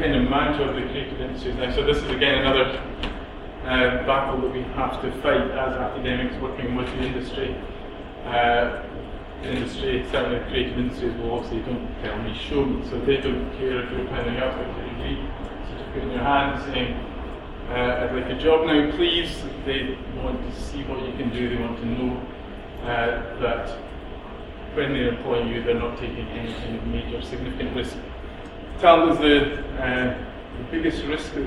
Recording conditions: live audience